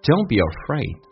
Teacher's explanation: Be 轻轻点一下，Don't be afraid.而且 be 可以说成短元音，因为它不被强调。Don't be afraid.